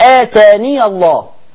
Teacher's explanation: كل طرق حفص لما تيجي توصل هتثبت الياء وتفتحها